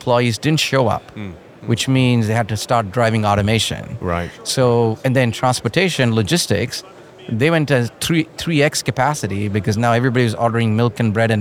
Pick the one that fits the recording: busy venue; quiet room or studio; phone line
busy venue